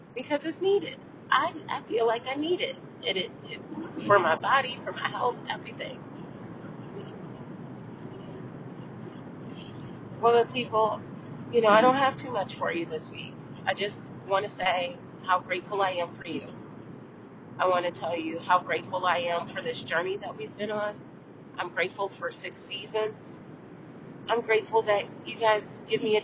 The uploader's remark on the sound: On the road. She is in the car, recording.